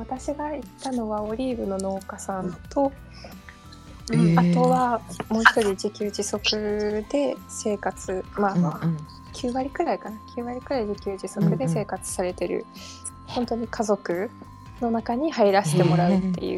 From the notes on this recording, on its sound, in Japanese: ツイッタースペースからダウンロードした音源です。雑音お聞き苦しい点お許しください。